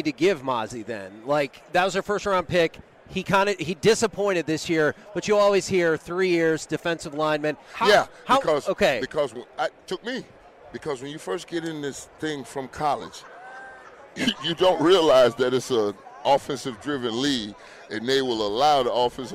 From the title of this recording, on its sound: LIVE from Radio Row